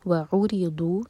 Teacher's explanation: وعرضوا، واو الگ ورڈ اور عرضوا الگ، عین پر زور دیں گے. وعرضوا، ری باریک ضاد ہیوی اور ضاد زبان کے سائڈ سے پڑھا جائے گا. وعرضوا على، دو سلبل والا ورڈ، عین پر زور.